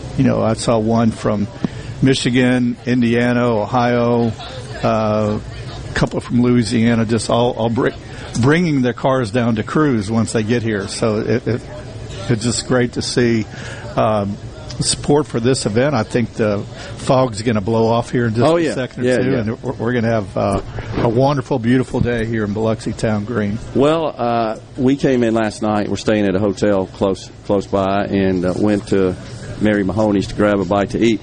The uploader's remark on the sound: LIVE from the Biloxi Town Green for the 25th Anniversary of Cruisin' the Coast